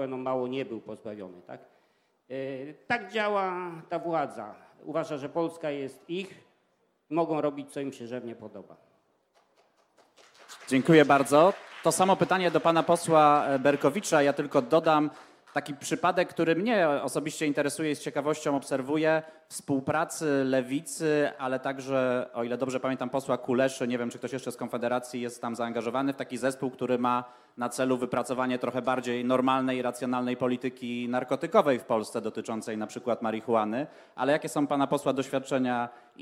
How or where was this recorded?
live audience